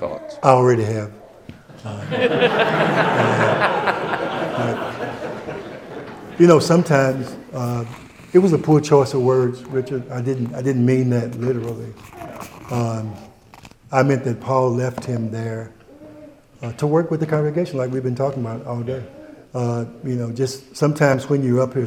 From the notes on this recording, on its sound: takes unexpected questions from the audience.